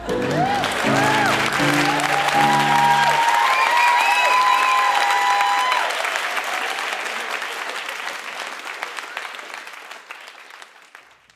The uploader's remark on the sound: Recorded live at the Park Theatre in Winnipeg, MB.